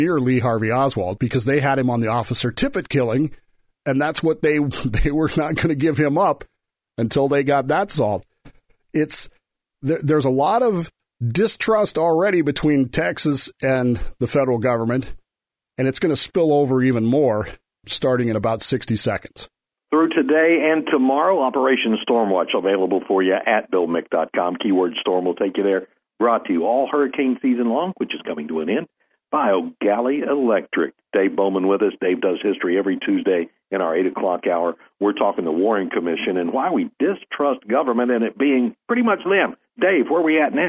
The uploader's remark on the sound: NOTE: iHeart had computer issues this morning, forcing the show to be done via telephone with the attendant reduced audio quality.